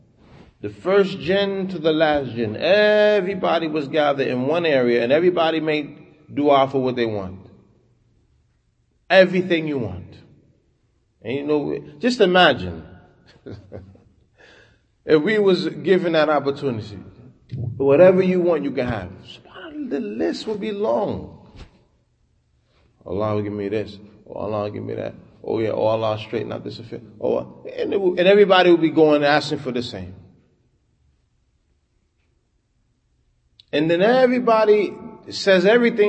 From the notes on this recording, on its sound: Talk after Fajr given at Masjid Nur Allah, Queens, NY